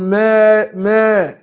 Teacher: الميم مرققة وجي بعدها الالف فبرققها برضو، اقول ما ما، ما اقولش ما ما ما، ما تنفعش، · Term: ترقيق